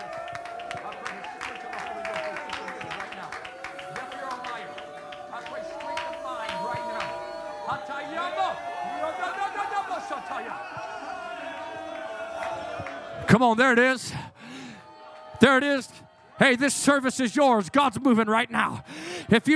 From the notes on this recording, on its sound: in Revival services at FPC of Jennings